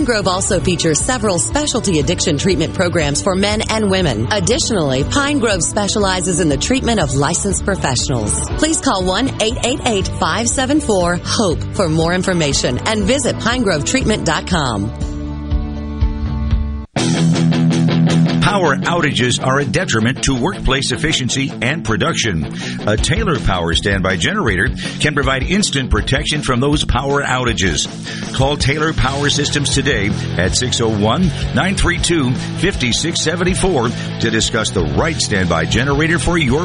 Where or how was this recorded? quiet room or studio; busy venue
busy venue